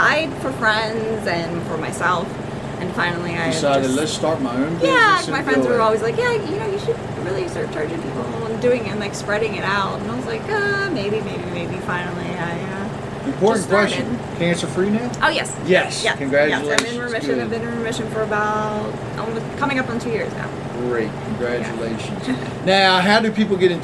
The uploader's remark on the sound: spoke with different Artists at the first Joppatowne Arts Festival - Part 2